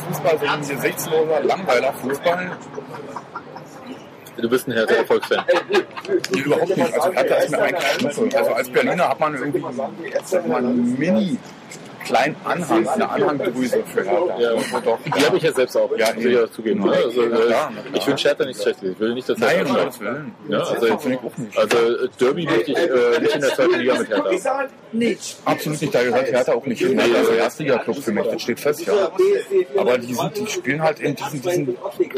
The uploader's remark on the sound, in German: Ein Macbook allein reicht nicht zur Aufnahme auf der Straße.